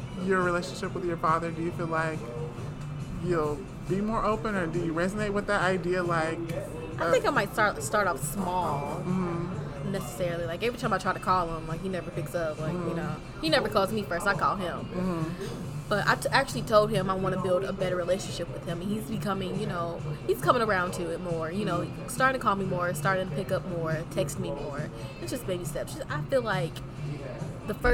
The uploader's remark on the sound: Talking over the occasional sounds of airplanes and background noise at Starbucks.